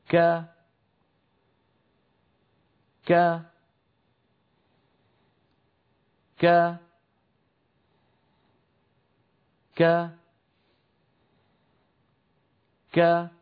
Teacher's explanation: في شيء من الهمس، ولكنه همس لطيف ليس فيه مبالغة ولا هو مبتور